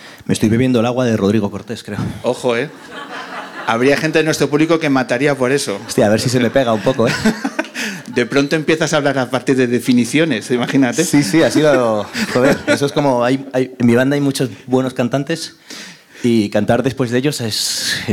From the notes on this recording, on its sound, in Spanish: Muchas gracias a todos los que nos habéis podido acompañar en el Ámbito Cultural del Corte Inglés de Callao en la grabación de la #Luna377